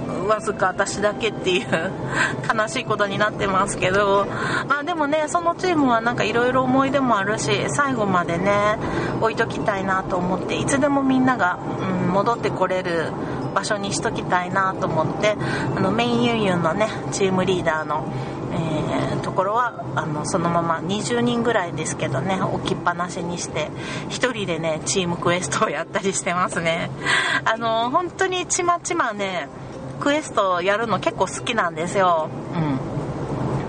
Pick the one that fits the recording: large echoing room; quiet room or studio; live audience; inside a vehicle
inside a vehicle